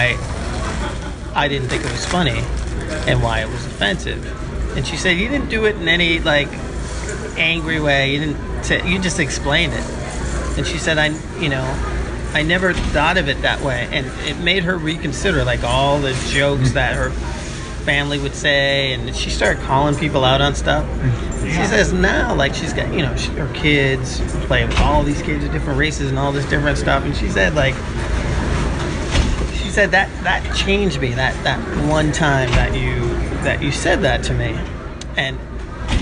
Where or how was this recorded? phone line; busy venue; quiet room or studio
busy venue